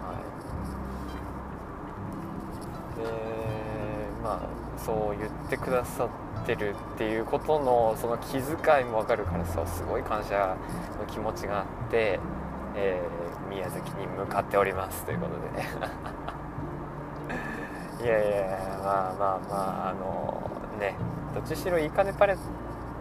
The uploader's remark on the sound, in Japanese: いいかねPalette→宮崎間の収録です。ザラザラ雑音が入っていてすみません。